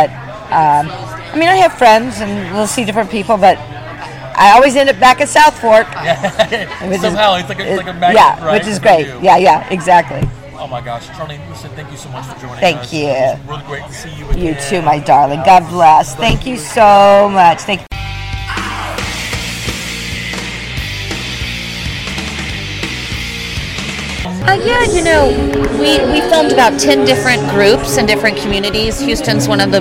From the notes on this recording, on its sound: From the 3rd Annual TXMPA Impact Awards from Southfork Ranch outside Dallas, TX